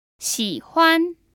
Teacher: That's a third tone. 喜 followed by a first tone.